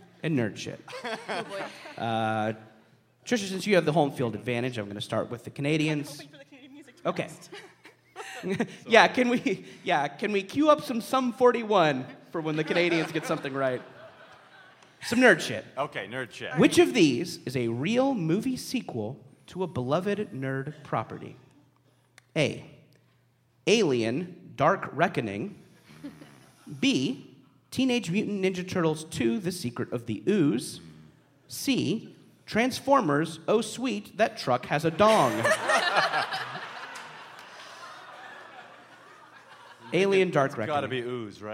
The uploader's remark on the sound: live on stage at Thalia Hall in Chicago as part of the first ever Very Very Fun Day